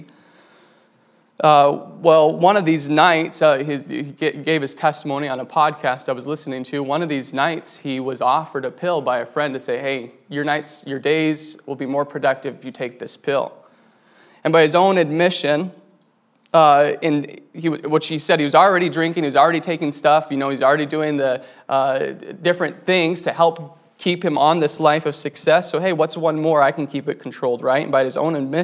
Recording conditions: large echoing room